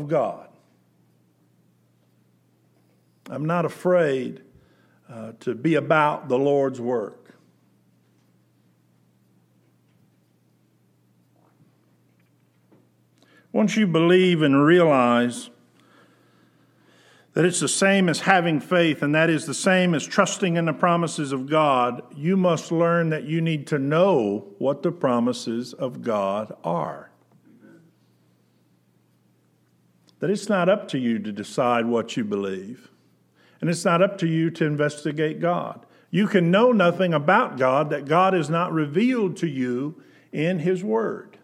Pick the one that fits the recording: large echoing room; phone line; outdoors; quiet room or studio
large echoing room